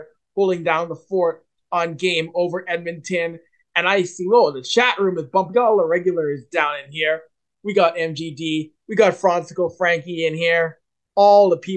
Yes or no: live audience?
no